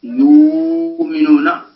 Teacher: يعني هنا الهمزة قبلها ضم يبدلها أبو عمر من جنس حركة ما قبلها، فيقرأ يؤمنون بدل غيره يؤمنون. · Term: الإبدال